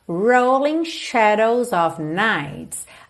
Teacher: aqui em rolling a gente enrola a língua no R, ok? Mesmo sendo inglês britânico, porque esse R está no início da palavra antes da vogal, então a gente não tem mesmo outra possibilidade.